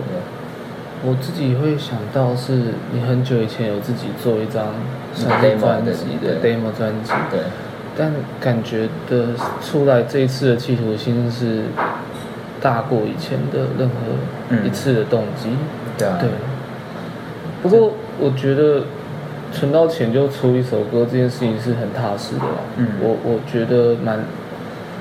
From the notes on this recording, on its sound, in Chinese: 直接不孝的坐下來假裝客人開始聊天，然後又不小心按到iphone7的語音備忘錄的錄音鍵。